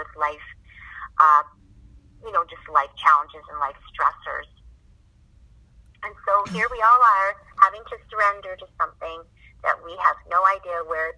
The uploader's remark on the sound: Our conversation was recorded over phone, so thank you for being patient with the audio quality.